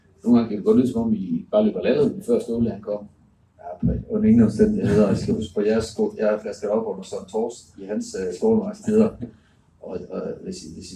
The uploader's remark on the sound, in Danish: Podcasten er optaget på en undendørsscene ved Utzon Centret i forbindelse med Idrætsmødet i Aalborg. Lydkvaliteten er meget dårlig.